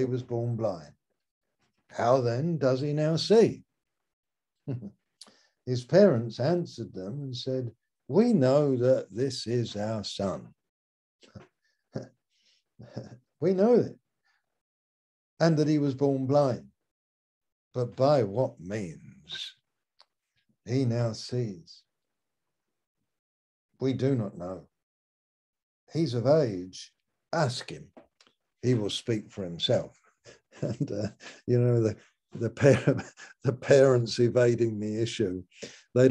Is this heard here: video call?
yes